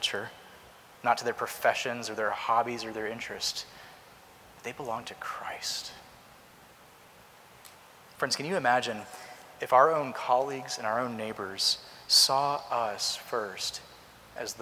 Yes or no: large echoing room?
yes